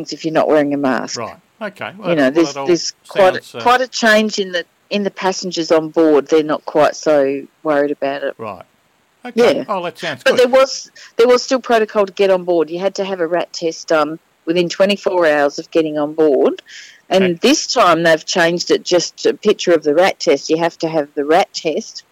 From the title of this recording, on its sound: Phones In From Queen Mary II In Port Of Melbourne